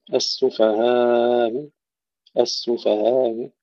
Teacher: الوجه الرابع تسهيل الهمزة بالروم